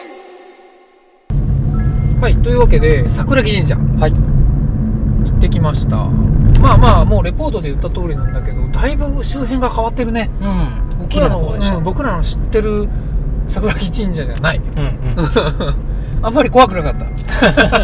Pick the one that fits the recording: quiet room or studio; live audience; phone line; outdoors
outdoors